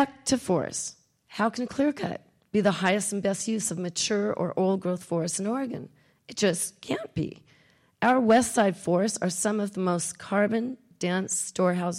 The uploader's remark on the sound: Recorded at the University of Oregon.